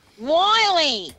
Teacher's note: when we're doing that nasal tone, it's really bright and carries